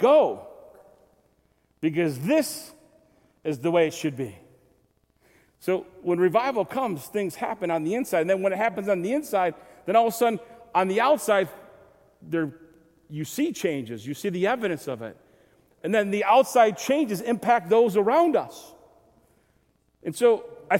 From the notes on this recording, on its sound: Recorded February 26, 2023, at Southtowns Christian Center.